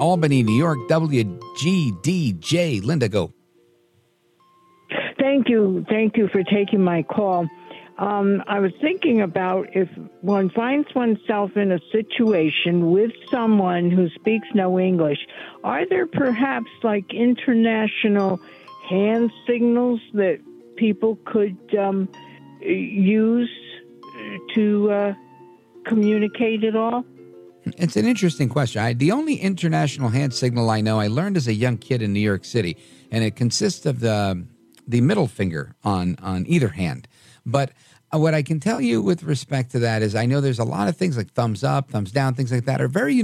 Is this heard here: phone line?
yes